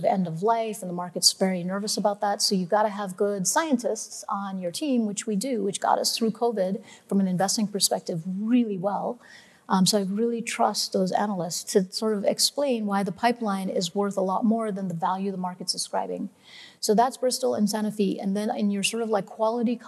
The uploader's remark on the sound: On May 11, Fidelity Investments Canada hosted FOCUS2023, a daylong event for advisors. Sessions ran both onstage in Vancouver to a live audience, and from our Toronto studio for a crowd of thousands more online.